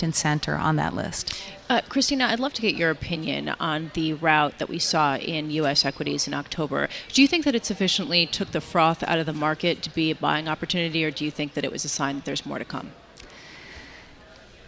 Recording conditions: busy venue